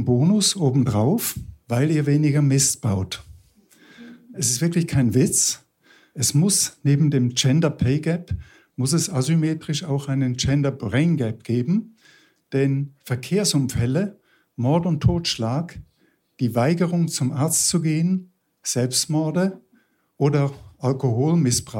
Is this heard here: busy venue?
no